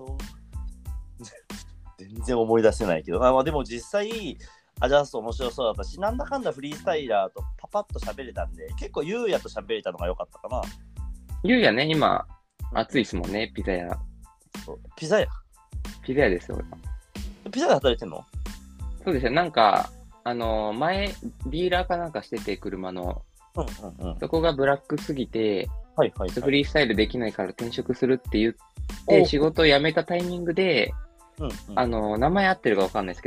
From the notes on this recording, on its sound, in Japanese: リモート収録